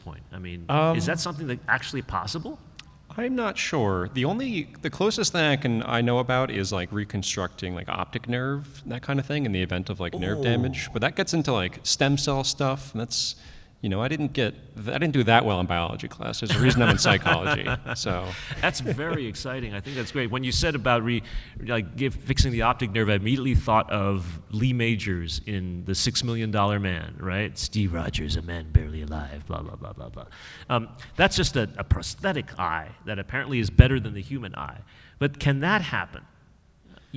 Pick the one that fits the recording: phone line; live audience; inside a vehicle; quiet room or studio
live audience